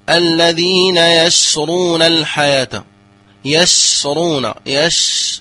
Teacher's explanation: نعم، هذه صفة أخرى وهي صفة التفشي، ولها حرف واحد وهو الشين، أي ينتشر الريح في الفم عند النطق بالشين